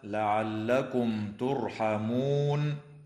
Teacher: وتظهر الميم الساكنة عند التاء